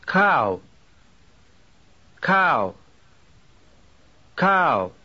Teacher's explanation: The diphthong in this word could be written A-A-W. The first part is a long A, and the second part is a W glide. · Term: long diphthong